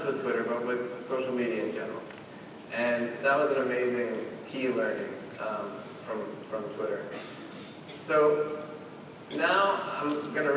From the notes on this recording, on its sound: opening keynote at #PRSAIcon